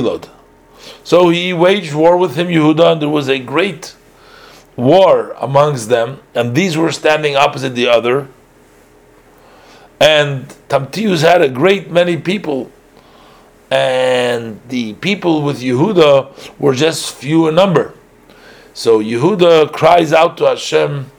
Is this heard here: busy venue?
no